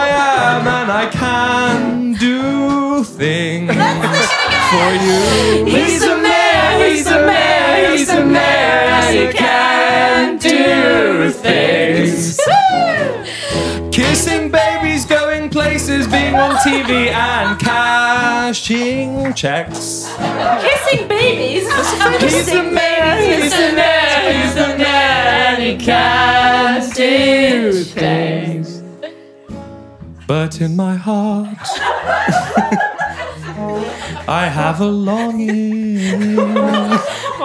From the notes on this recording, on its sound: Live from album listening party. We threw an album listening party and recorded this episode live in London. Take some questions from the crowd.